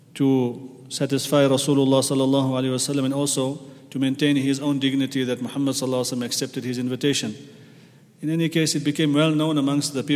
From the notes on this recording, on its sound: at the Houghton Masjid (West Street)